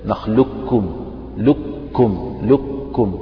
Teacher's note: أذهب القاف بالمرة بتفخيمها وبجميع صفاتها وأنطق بكاف مشددة، نخلقكم لكم لكم، كأنك تنطق لام بعدها كاف مشددة. · Term: الإدغام الكامل